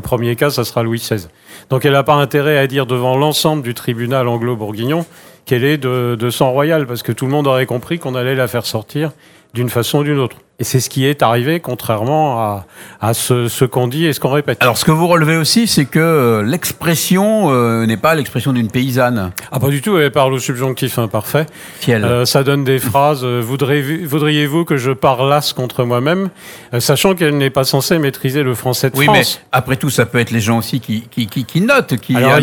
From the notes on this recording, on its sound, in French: Sur les radios de la FRAMA en direct du salon du livre dimanche 2 octobre 2022.